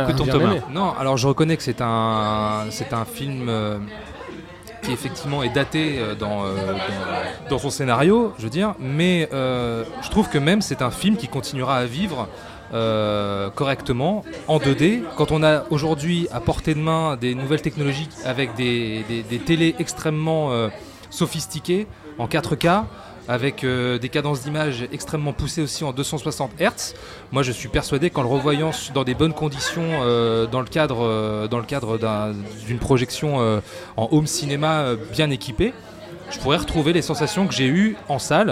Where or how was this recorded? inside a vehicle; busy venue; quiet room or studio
busy venue